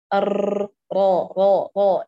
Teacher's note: نركز على صفة التكرار لا تنفك عن الراء